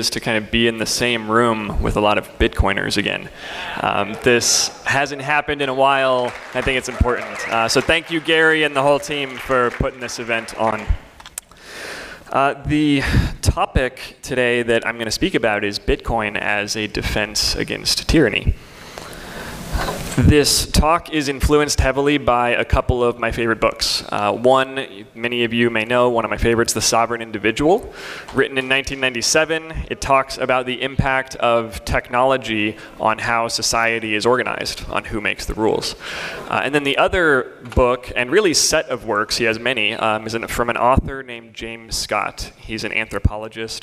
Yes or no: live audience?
yes